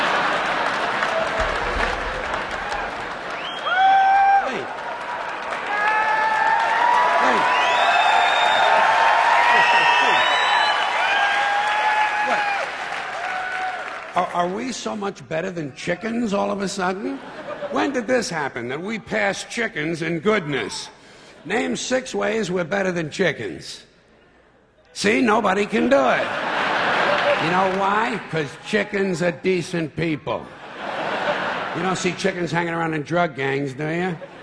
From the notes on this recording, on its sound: recorded in 1996 at the Beacon Theater in New York City